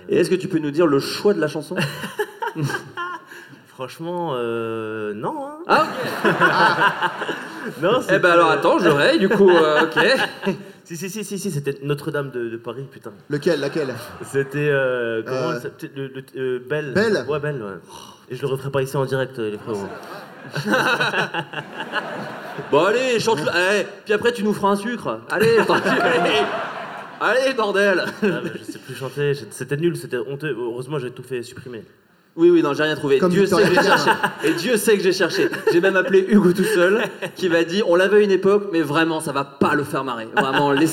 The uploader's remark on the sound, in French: De Retour En Public